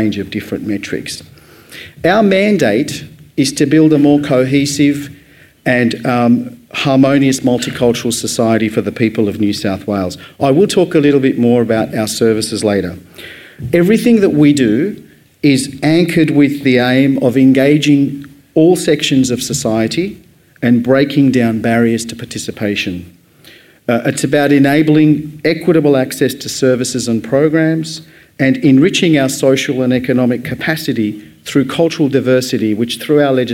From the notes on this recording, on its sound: AdNews Podcast Live Edition. A special edition of the AdNews Podcast recorded at AdNews Live!